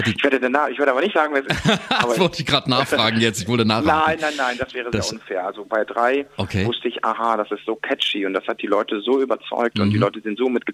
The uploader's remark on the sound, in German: Wir haben ihn im Live-Call auf JOKE FM.